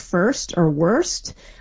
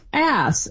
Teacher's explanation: we really see the R starting to drop, right before S's · Shown in: second take · And then by the 1700s, we start to see it get left off more and more.